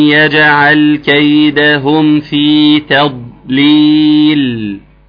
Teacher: ناخد بالنا من قلقلة الجيم نعم، وناخد بالنا من ايه من الضاد نعم، الاستطالة اللي في الضاد تضليل نعم.